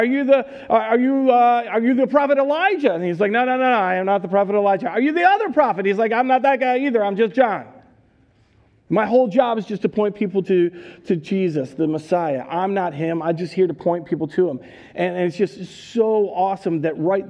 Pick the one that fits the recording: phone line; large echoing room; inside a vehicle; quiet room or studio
large echoing room